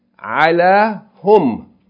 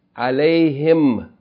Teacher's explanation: Okay, and you see that in Arabic and in the Quran, that the pronoun who and the pronoun whom, whenever it's preceded by kasra or ya with sukun, you pronounce, that's why you say, alayhim. Originally it's ala hum. But because of the ya before the hum, you pronounce it, you say alayhim.